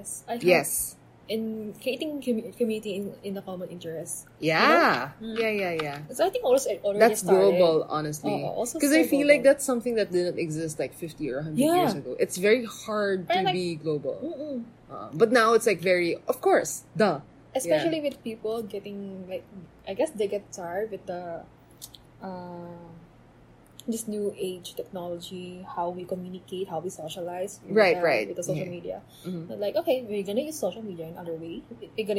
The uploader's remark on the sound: this has atmospheric sounds again